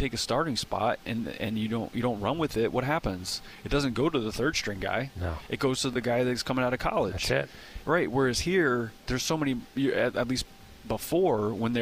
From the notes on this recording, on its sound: at 2024 Braves Fan Fest